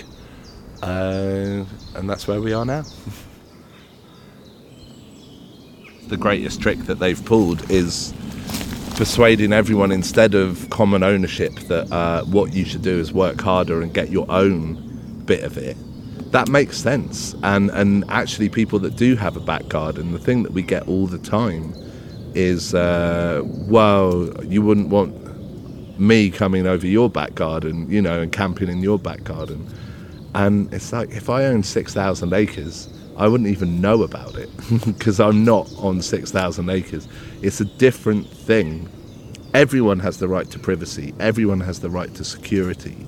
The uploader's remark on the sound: In A Life More Wild we walk and talk in the countryside with fascinating people.